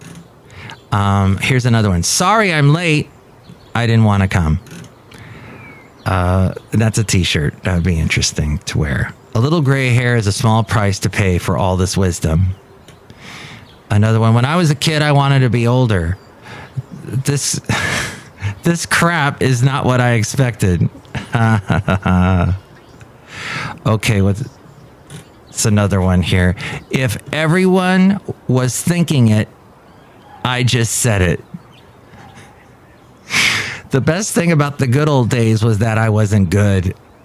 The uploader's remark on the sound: Podcasts live from Café Anyway.